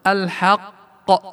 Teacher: مع الانتباه أنه إذا كان حرف القلقلة في آخر الكلمة ومشددا ووقفنا عليه يكون النطق به على مرحلتين، الأولى التشديد والتباطؤ به بمقدار حركة، والثانية القلقلة، وتسمى حينها قلقلة كبرى، مثل الحق. لاحظ تباطأنا بالقاف شددنا أول وبعدين أعطيناها القلقلة